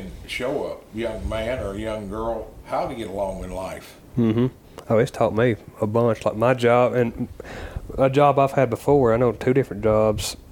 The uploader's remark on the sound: While judging the Bear Pen Invitational in Dyersburg, TN.